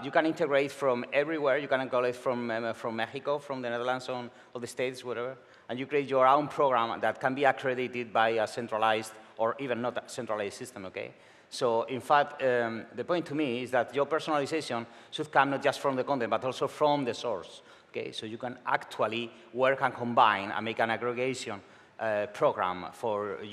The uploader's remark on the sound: Recorded at World Summit AI, Amsterdam, 2019